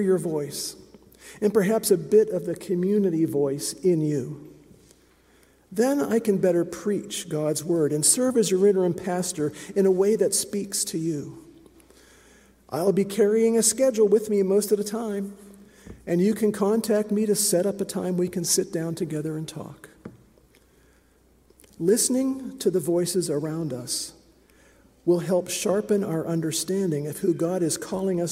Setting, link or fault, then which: setting, large echoing room